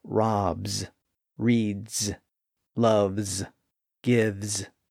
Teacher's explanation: And in present tense, the suffix ends in a voiced Z sound, rubs. We can also hear that Z sound at the end of other verbs that end in a voiced sound